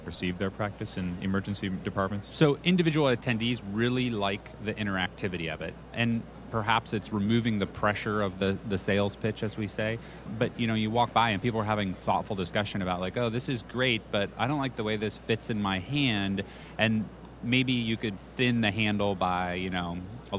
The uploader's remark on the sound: on the floors of the American College of Emergency Physicians annual meeting in Boston, MA